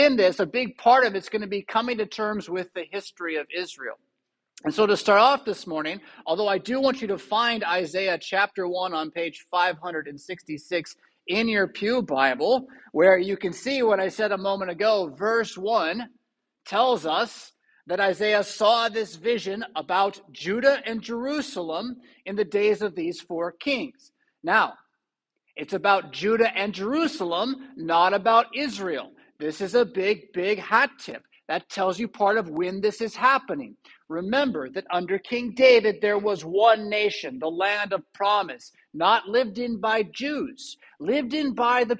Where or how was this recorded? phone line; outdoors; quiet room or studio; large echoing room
large echoing room